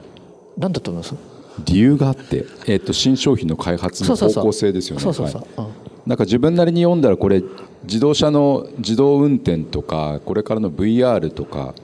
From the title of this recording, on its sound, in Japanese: 大阪公開収録